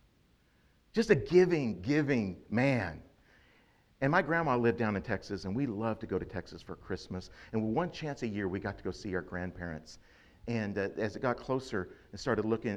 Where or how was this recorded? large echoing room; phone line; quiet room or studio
large echoing room